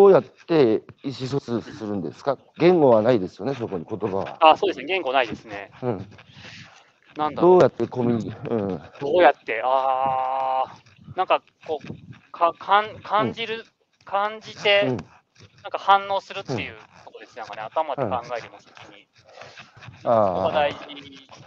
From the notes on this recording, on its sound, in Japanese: 歩きながら1時間、対談する